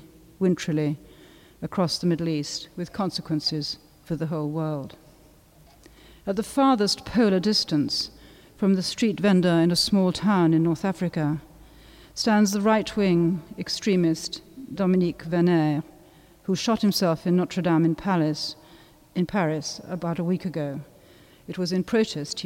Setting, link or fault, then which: setting, large echoing room